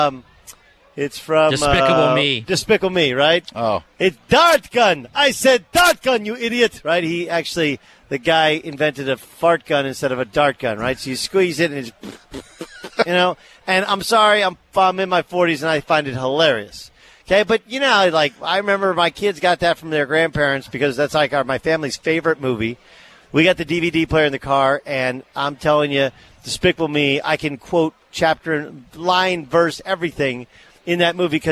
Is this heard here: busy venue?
yes